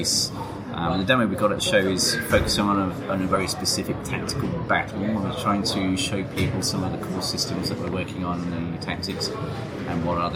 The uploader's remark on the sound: While we were at Rezzed we recorded a series of short, informal chats with interesting gamespeople.